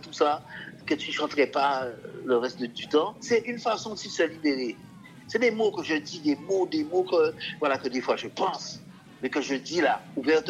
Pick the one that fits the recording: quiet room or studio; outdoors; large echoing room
outdoors